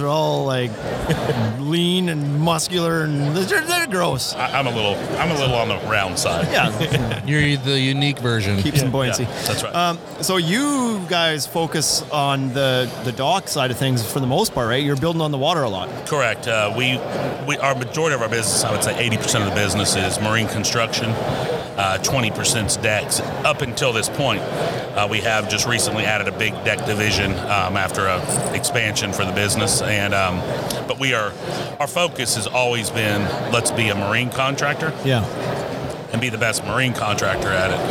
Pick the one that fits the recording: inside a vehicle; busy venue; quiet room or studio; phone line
busy venue